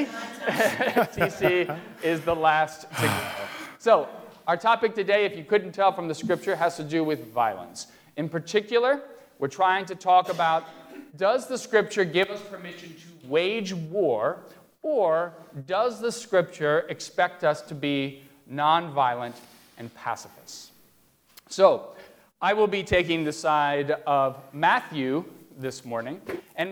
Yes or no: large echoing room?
yes